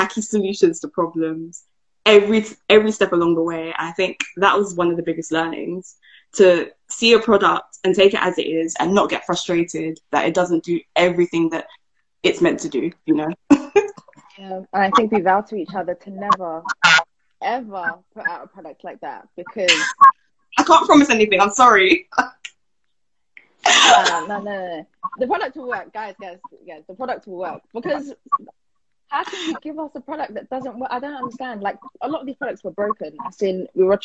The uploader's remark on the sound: The Season Finale Instagram Live Q&A